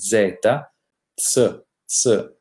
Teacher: Ricordiamoci che si dice zampogna con la Z, z, z, la Z eh, sorda o aspra, eh, che si differenzia da quella invece sonora di cui parleremo in una delle prossime lezioni.